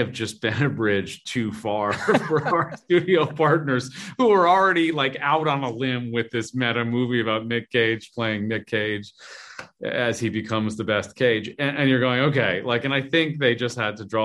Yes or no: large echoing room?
no